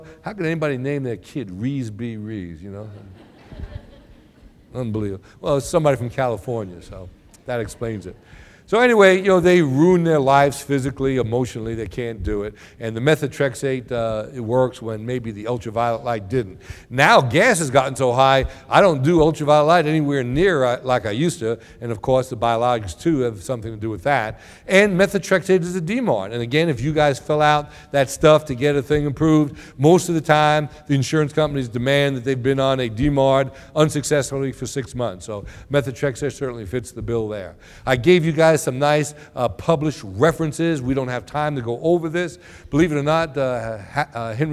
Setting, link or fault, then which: setting, live audience